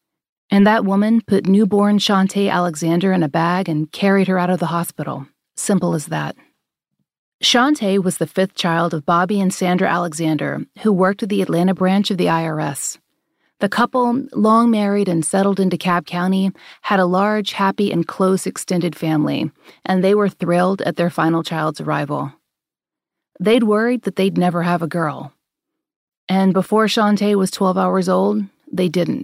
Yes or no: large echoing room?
no